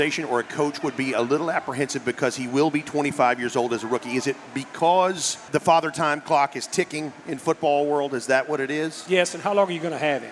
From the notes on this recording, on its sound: LIVE at Martin's Bar-B-Que in Downtown Nashville. As the OTP Live tour stops at Martin's Bar-B-Que in downtown Nashville.